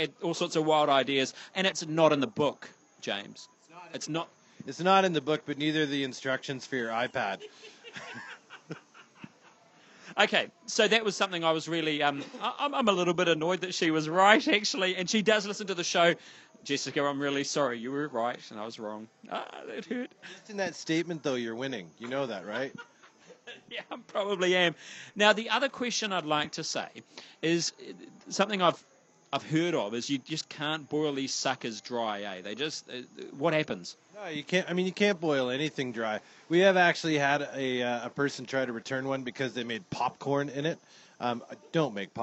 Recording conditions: busy venue